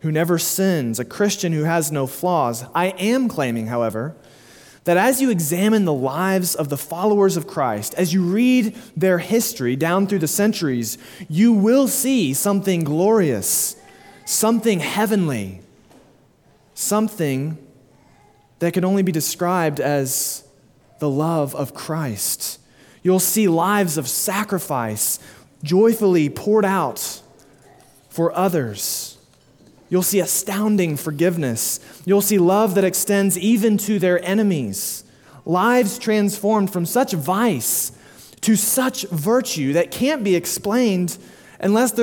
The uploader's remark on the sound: Sermon delivered at Immanuel Baptist Church in Springdale, AR